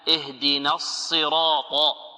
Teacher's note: الألف مفخمة، لماذا؟ لأنها مسبوقة براء مفخمة، والألف تتبع ما قبلها